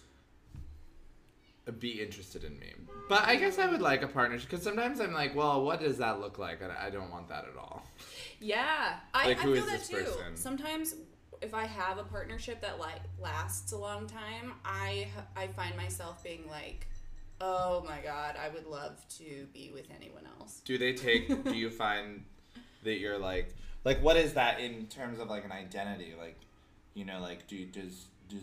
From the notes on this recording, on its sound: The audio file was corrupted so they are releasing a LOST EPISODE from before their podcast had a name (and before they knew how to capture decent audio -- sorry, it might be a little quiet).